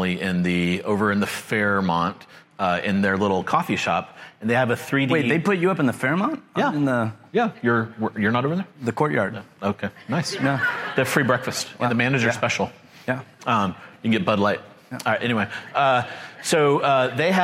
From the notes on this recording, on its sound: Live show. This is a live presentation from the ChannelAdvisor Connect show in Austin, Texas.